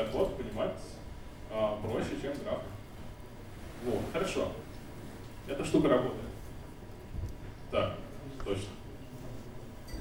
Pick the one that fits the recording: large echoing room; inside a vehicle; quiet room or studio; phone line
large echoing room